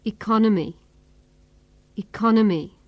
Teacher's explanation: Economy has four syllables, and the second syllable is stressed most.